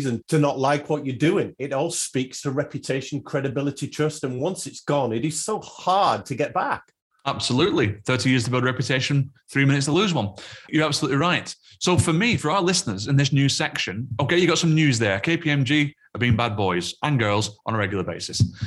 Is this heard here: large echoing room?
no